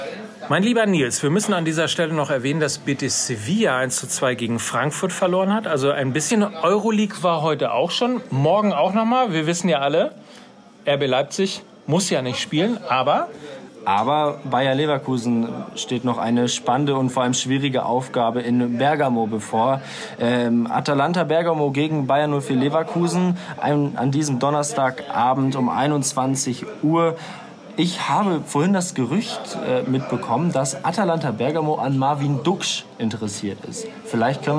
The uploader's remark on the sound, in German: Backstage und Live aus Gütersloh